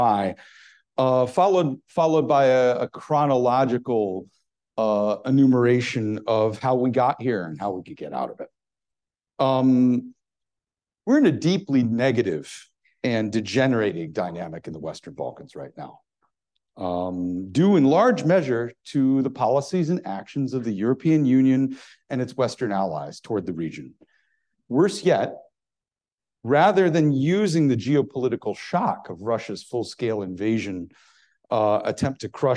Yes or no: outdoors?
no